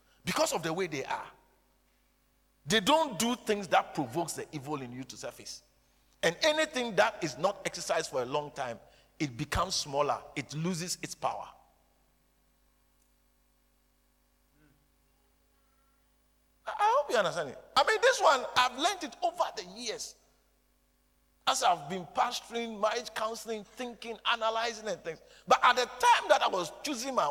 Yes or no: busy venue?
no